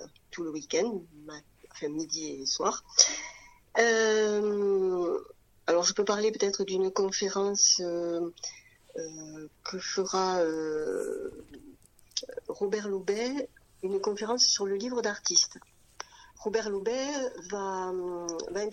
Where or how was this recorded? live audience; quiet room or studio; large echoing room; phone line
phone line